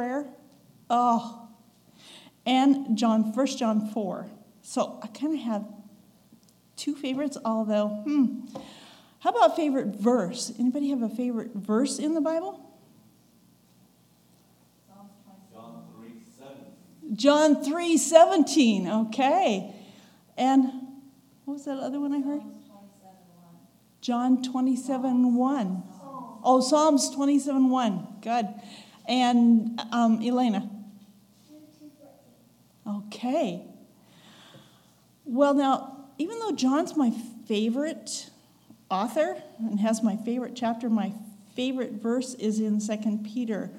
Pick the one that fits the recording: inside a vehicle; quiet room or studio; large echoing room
large echoing room